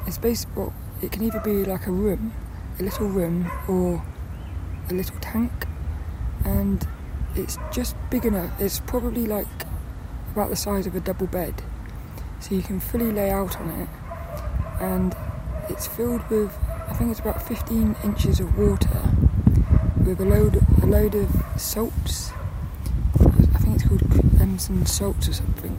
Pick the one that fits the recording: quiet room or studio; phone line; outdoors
outdoors